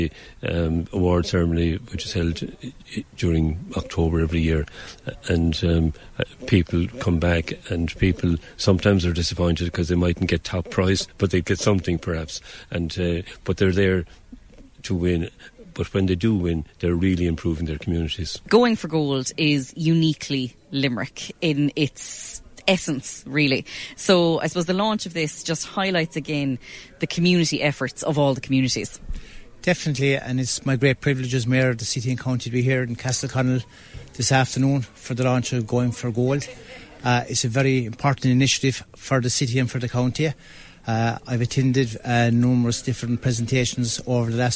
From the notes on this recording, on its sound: Limerick’s Going for Gold was launched on Friday in Castleconnell. Was at the launch in the Castle Oaks Hotel and she spoke to a number of those involved.